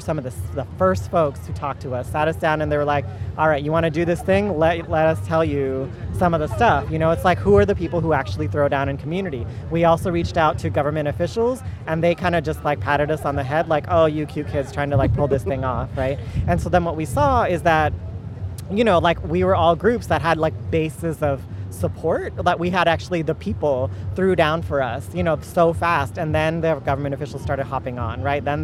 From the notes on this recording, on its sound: Oakland’s Eastside Arts Alliance held its 18th Annual Malcolm X Jazz Arts Festival in San Antonio Park… and KPFA’s First Voice Apprentices were there too! We brought back interviews, sights and, of course, sounds of our community in concert.